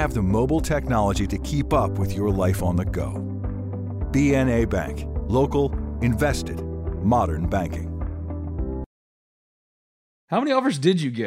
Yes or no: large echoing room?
no